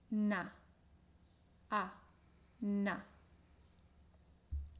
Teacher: recuerda la A abierta, ¿vale? Y bien clara.